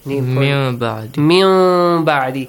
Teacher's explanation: Changing the sound of noon to a half meme. All right, to a hidden meme or half meme sound. · Term: Iqlab